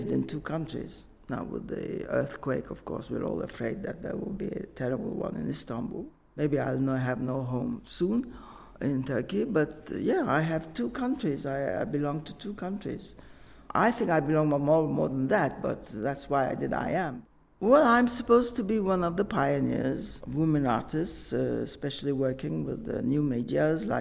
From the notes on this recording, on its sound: This episode was recorded at London Gallery Weekend 2023. This episode was recorded at London Gallery Weekend 2023.